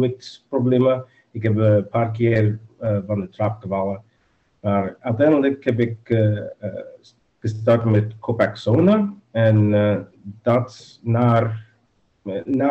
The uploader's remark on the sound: Zoom-call discussie audio plus meditatie music - zoom call discussion plus meditation music.